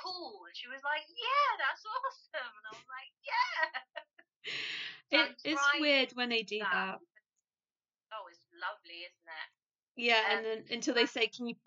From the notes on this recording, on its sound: Apologies in the sound, there was a little spider on my mic and I wasn't going to touch that dude during a converstation.